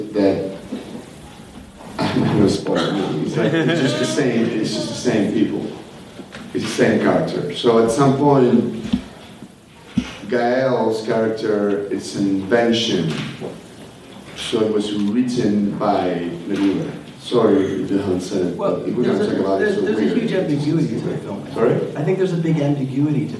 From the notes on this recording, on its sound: A live Q & A from NYFF in October on the film Neruda.